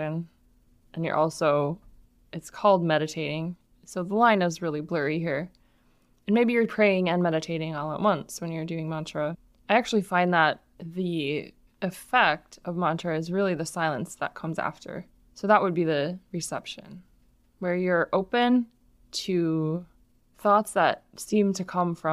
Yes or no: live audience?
no